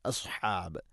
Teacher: സ്വാദ് സ്വരഭാരത്തിൽ ഉച്ചരിക്കേണ്ട അക്ഷരമാണ്. നാവിൻ്റെ മധ്യഭാഗം അണ്ണാക്കിലേക്ക് ഉയർന്നു നിൽക്കണം. അസ്ഹാബ്. ഹ തൊണ്ടയുടെ മധ്യഭാഗം.